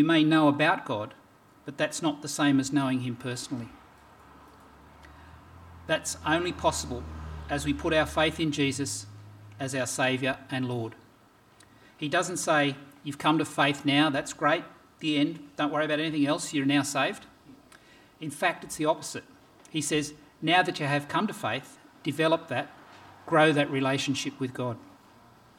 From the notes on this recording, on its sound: This sermon was preached on 21st January 2024 at all services of Helensburgh and Stanwell Park Anglican Church.